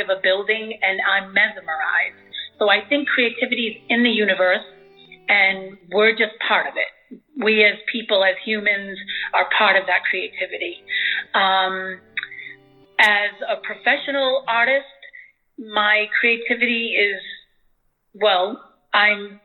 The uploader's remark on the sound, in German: She is in Germany this summer and we spontaneously recorded this interview. Am Telefon befragt.